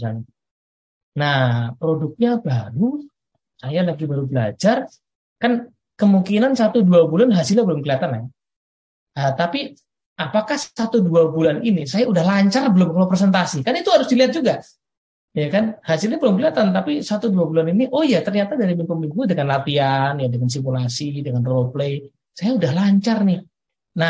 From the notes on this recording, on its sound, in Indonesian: Dunamis Audio Webcast. Akan dilakukan melalui Zoom Meeting.